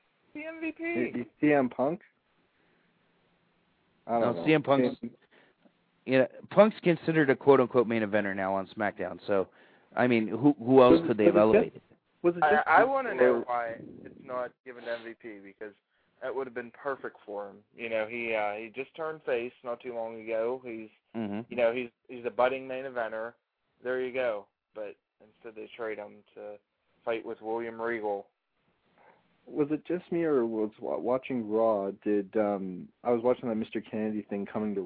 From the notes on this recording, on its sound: A special 1 hour call-in only show. Open the phone lines for the whole show.